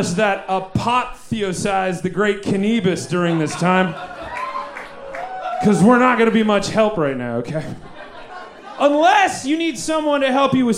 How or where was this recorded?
busy venue